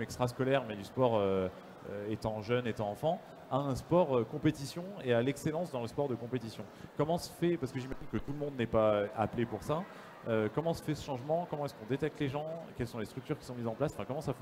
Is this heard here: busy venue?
yes